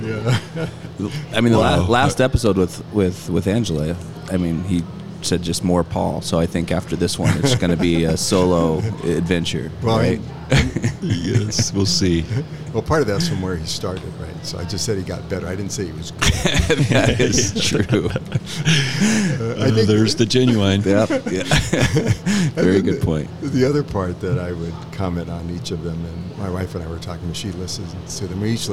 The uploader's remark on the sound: live from the chinden moxie